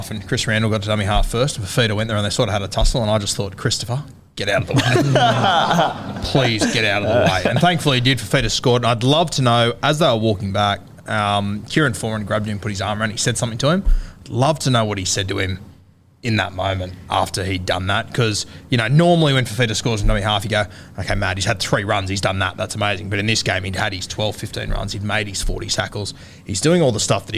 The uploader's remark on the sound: in front of our live crowd